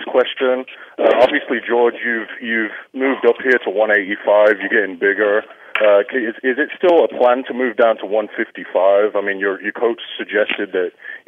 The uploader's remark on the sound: UFC 217 Conference Call